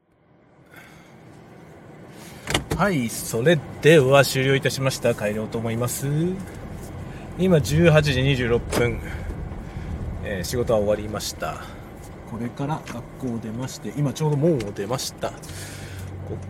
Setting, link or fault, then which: setting, inside a vehicle